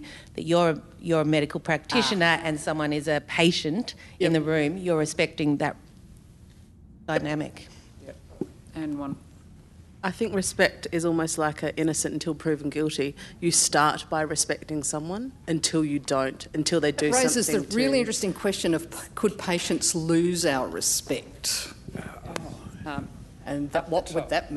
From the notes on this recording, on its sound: In the closing plenary session of the 2019 National Children's Bioethics Conference.